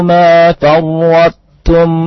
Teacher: Sifat to-nya isti'lanya masih kelihatan. Yaitu dia tafkhim. Tafkhimnya masih kelihatan.